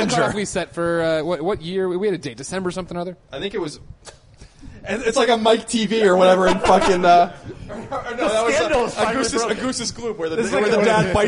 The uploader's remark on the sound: We recorded this off-site at a bar, so pardon the audio quality.